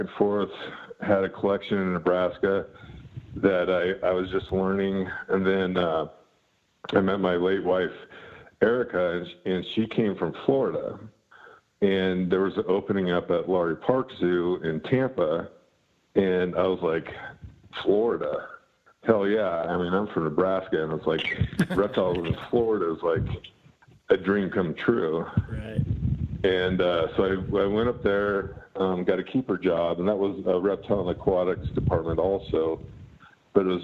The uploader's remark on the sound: Apologies for any audio issues on this one. Line proved a bit dodgy.